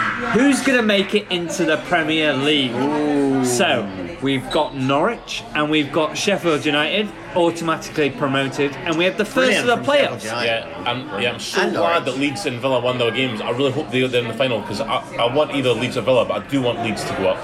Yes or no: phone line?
no